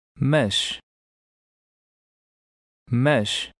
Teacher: In European Portuguese, when the S is at the end of a word, it is pronounced sh.